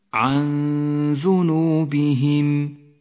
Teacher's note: بعد ذلك حكم الإخفاء عن ذنوبهم النون الساكنة وبعدها حرف الذال لاحظ كيف خرجت الغنة من الخيشوم ومن مخرج الذال متجافيا عنه قليلا